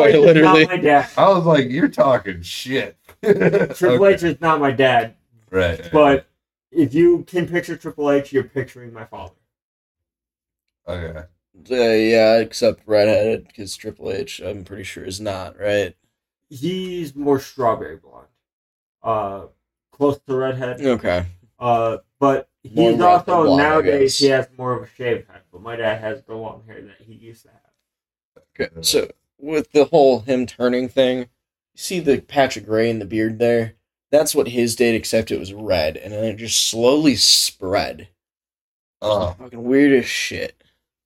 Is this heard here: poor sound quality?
yes